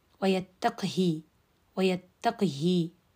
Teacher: ويتقه كسر القاف والهاء مع الصلة